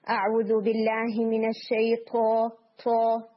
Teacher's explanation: آپ نے بہت کامنلی سنا ہوگا کہ جب ہم استعاذہ پڑھتے ہیں تو یہ ساؤنڈ آ رہی ہوتی ہے، اعوذ باللہ من الشیطان، یہ جو ساؤنڈ ہے تھو کی، دیٹس ایئر، ٹھیک ہے، یہ ہمس کی آواز آ رہی ہے تھو کے اندر، تو ایکچولی اٹس ناٹ تھو، تھو کی آواز نہیں آنی چاہیے.